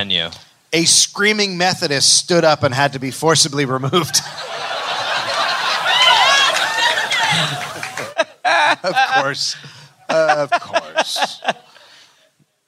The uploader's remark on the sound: Live in Chicago